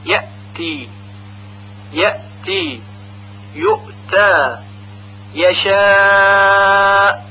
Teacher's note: برای همزه ساکن قلقله نمی آورن، ولی اون رو با شدت تلفظ میکنن